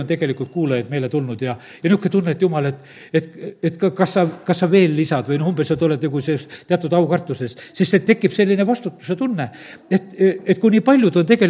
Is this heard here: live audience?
yes